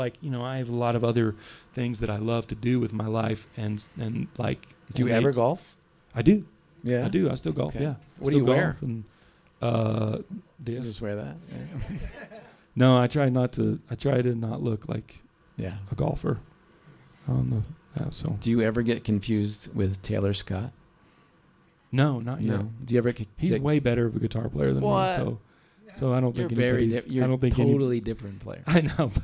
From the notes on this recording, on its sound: Recorded live at Spirit Hound Distillers in Lyons, Colorado.